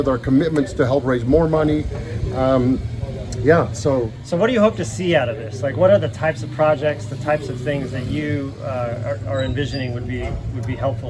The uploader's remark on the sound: recorded a conversation while we were on-site at a demonstration farm in Togo, West Africa